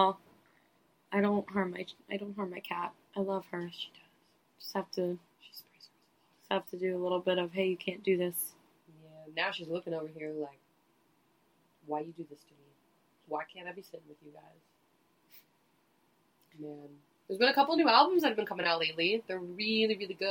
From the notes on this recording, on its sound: We didn't figure out we had technical issues with the mics until after the episode had been recorded multiple times. We apologize for the audio quality during this one.